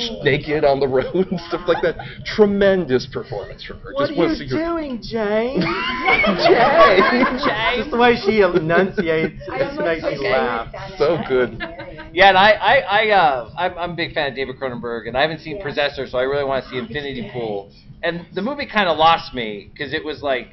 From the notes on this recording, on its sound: A bonus episode recorded this past Labor Day weekend at DragonCon. Participated in a panel about the horror films of 2023 so far.